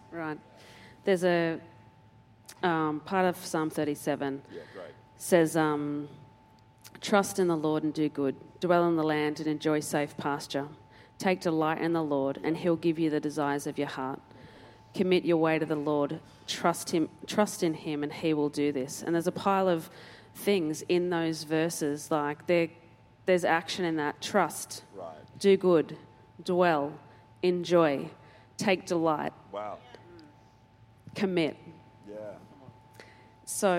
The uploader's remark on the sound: Recorded during our 5pm service on Sunday, the 19th of November 2023.